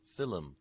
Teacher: undoing the clustering of consonants by putting a schwa in there